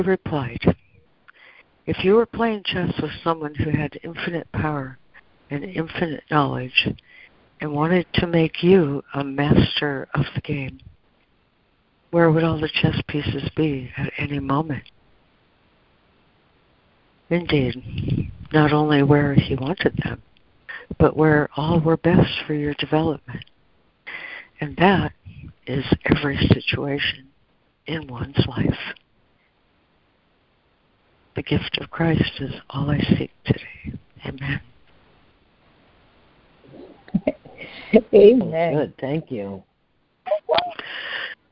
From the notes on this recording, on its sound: ACIM Daily Conference Call